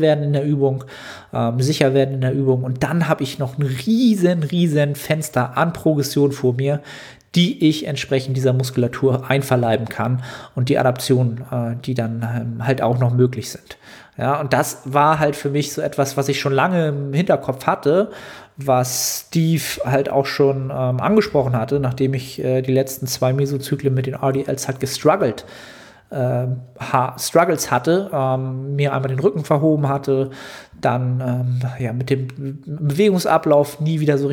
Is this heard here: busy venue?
no